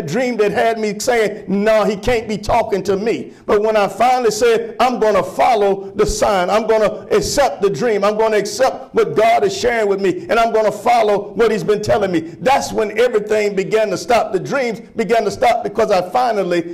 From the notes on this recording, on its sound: Sermon preached from Wesley AME Zion Church.